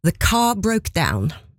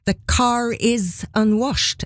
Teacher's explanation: Is starter med vokal, og her kommer da R-en, her uttaler vi R-en som er på slutten av ordet car. · Shown in: second take · Ja, men den blir nesten som en start på neste.